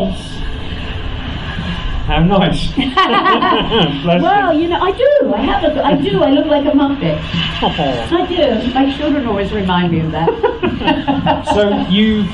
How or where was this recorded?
busy venue